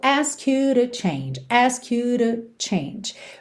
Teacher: Muito interessante perceber essa redução de to para r, porque é uma palavrinha de ligação, certo?